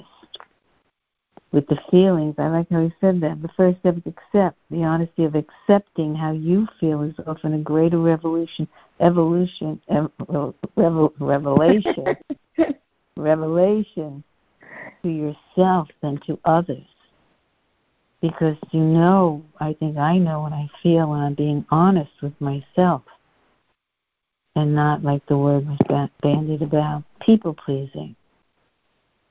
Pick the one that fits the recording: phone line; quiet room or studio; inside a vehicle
phone line